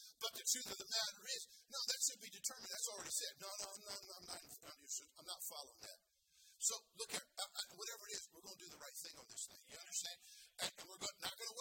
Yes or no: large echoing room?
yes